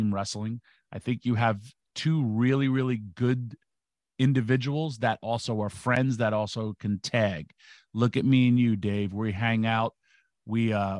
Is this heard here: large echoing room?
no